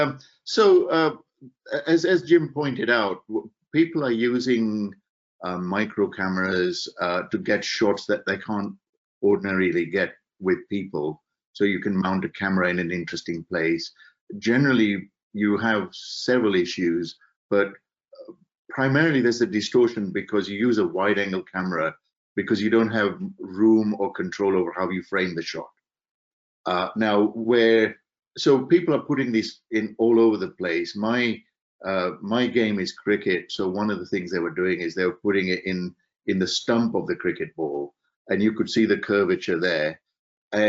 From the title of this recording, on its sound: Webinar Recording